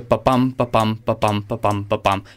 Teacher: Så det siger babam, babam, babam, babam, babam. Det er fem øh, gange en tryksvag og en trykstærk stavelse. · Term: jambisk pentameter